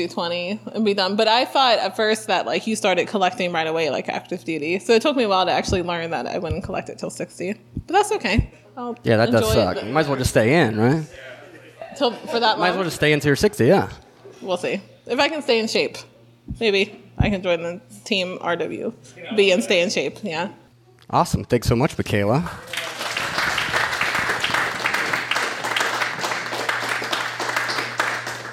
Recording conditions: busy venue